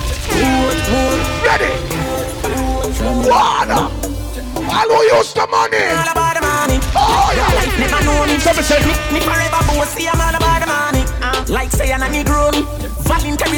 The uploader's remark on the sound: Live juggling at Hugos Lounge in Plainfield NJ.